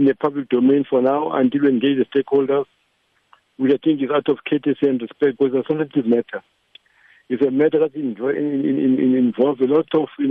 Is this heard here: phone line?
yes